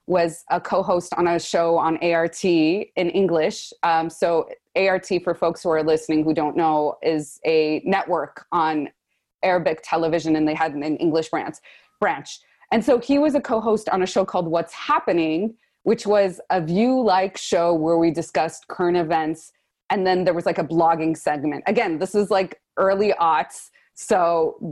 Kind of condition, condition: link, video call